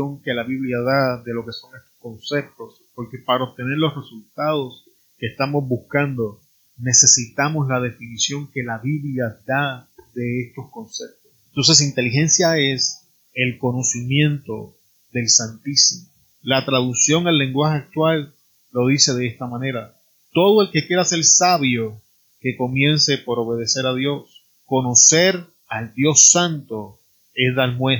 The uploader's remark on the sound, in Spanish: Tuve problemas con el audio, disculpen la calidad de sonido en el día de hoy.